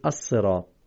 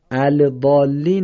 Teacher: این لام در الف و لام وقتی بعدش تشدید باشه ناخواناست · Shown in: first take · Term: لام ناخوانا